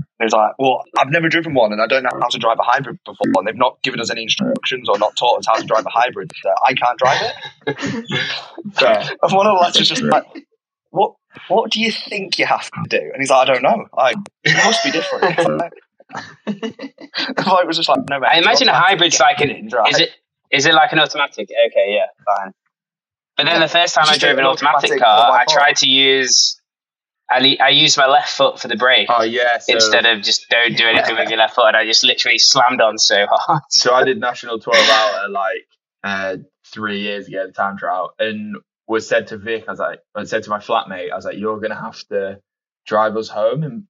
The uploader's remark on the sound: Sorry about the slight audio issues this week, the boys on in Thailand...